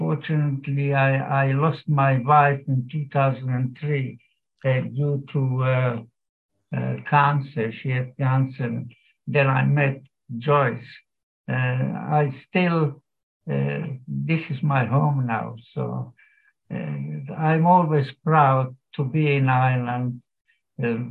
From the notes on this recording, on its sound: Killaloe Cathedral Lenten Talks No. 2. This talk is taken with permission from zoom live recording made and broadcast on St Flannans Cathedral live stream Killaloe. Originally broadcast on SBCR.